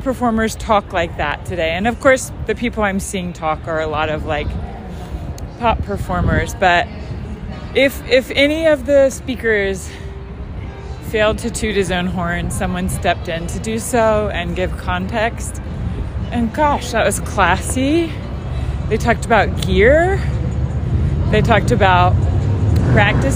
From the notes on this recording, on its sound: SECRET DINNER PARTY RECORDING